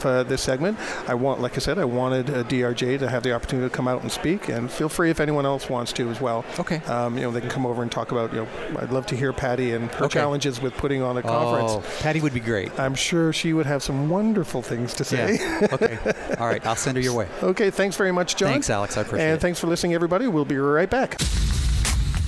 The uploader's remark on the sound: broadcast live from DRJ 2018 in Phoenix Arizona